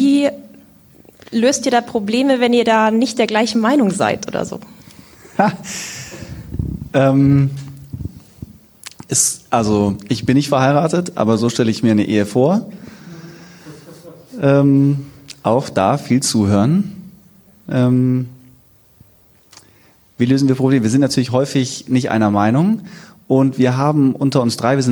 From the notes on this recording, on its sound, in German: Die Folge wurde als Live Mitschnitt auf dem ersten Sidepreneur Meetup in München aufgezeichnet.